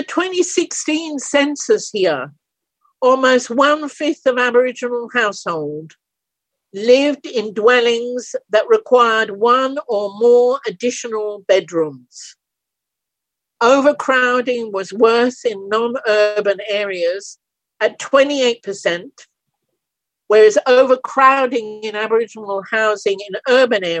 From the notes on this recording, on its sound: A panel discussion on the violation of Indigenous People’s Human Rights in Canada, the USA and Australia was held via Zoom. As a side event during the 48th session of the United Nations Human Rights Council.